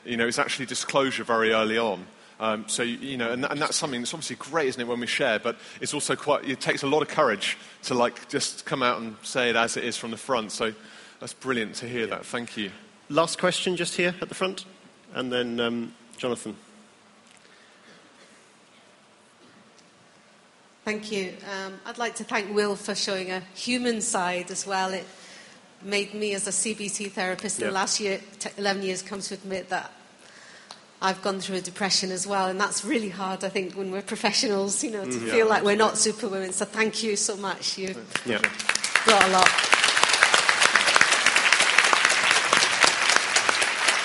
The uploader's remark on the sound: answer questions after the keynotes at the Bradford 09 conference